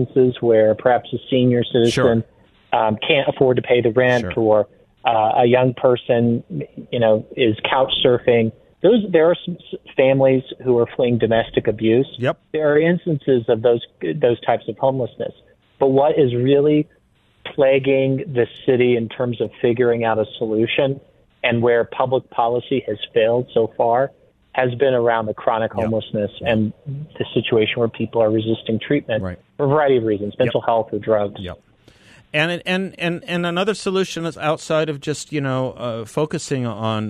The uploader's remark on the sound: on the phone